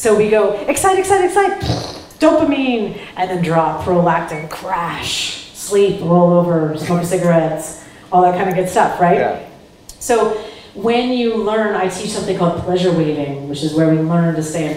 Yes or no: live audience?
yes